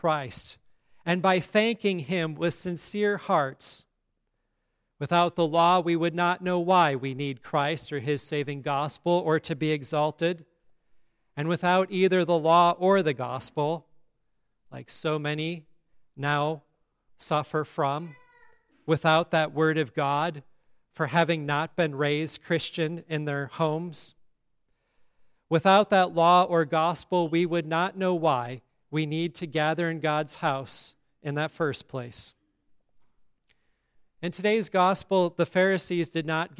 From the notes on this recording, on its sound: today's service at Grace Evangelical Lutheran Church in Lexington, MO